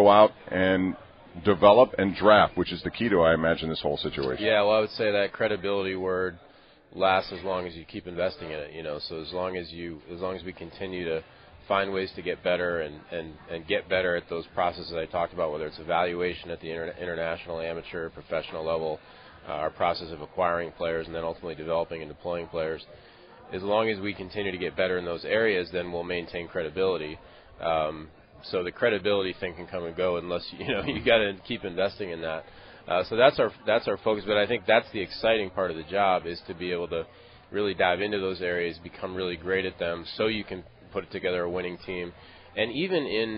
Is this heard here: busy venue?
yes